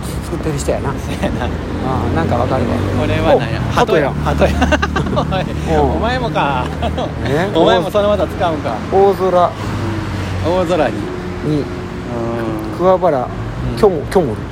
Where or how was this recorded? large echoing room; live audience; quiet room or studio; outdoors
outdoors